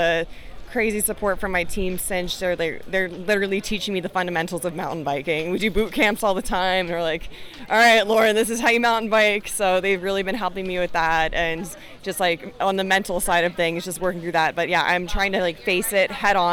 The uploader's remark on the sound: LIVE from Unbound Gravel.